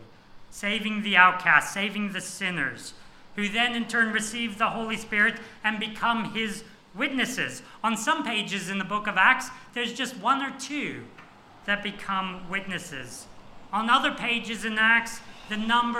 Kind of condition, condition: setting, large echoing room